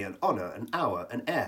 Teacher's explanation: the initial H in all three words is not actually pronounced